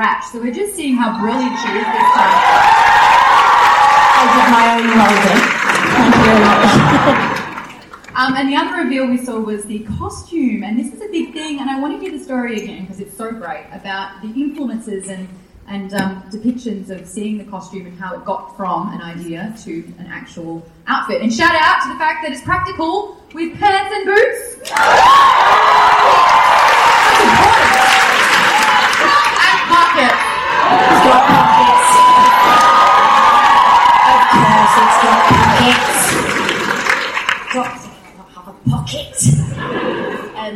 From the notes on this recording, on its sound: Our new best friend provides the audio of the NYCC "Doctor Who" panel. The audience reacts to watching the Series 11 first episode "The Women Who Fell to Earth,".